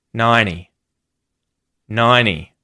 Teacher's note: N before the T, mute the T